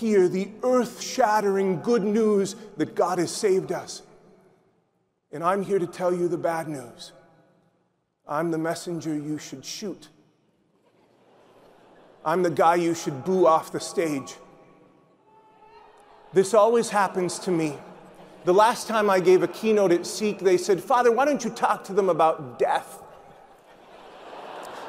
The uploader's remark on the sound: SEEK24 Keynote